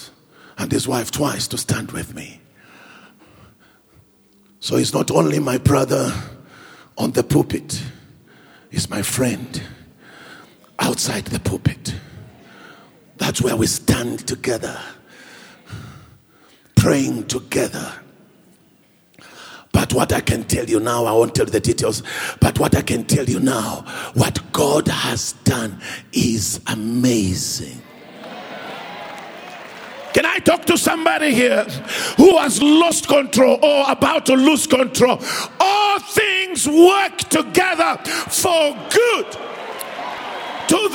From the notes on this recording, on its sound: preached at the MOH Session, hosted at Grace Bible Church Pimville on the 13th of August 2022